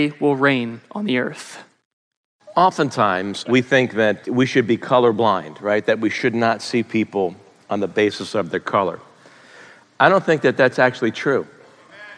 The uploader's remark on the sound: Live & Unscripted. Questions were texted in by the congregation and answered LIVE!